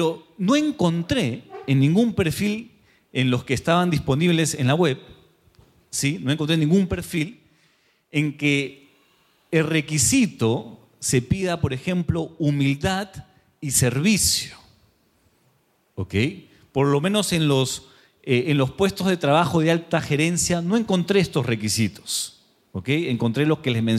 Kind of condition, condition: setting, live audience